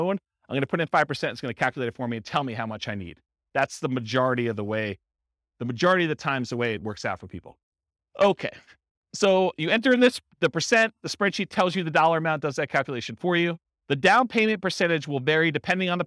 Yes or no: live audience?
yes